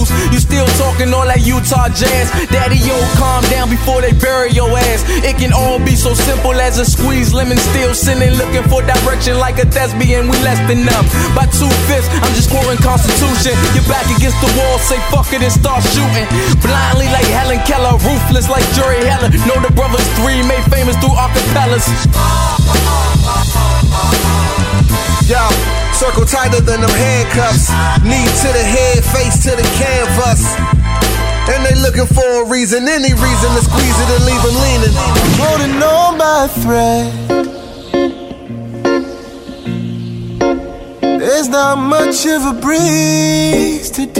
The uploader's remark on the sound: as we were rollin in the car